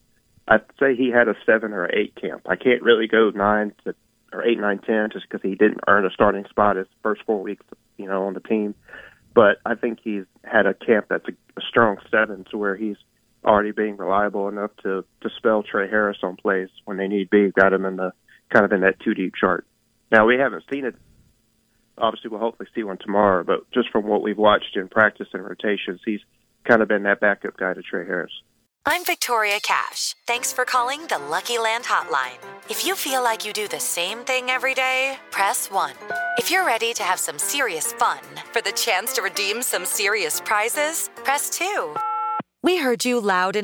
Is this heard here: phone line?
yes